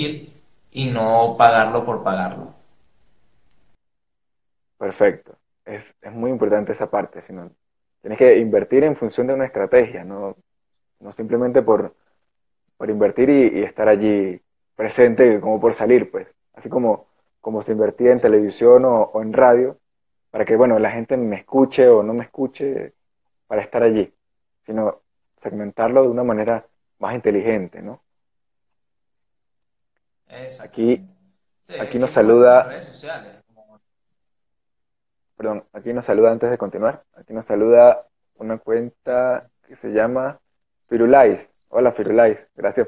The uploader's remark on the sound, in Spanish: que realizamos a través de un Instagram Live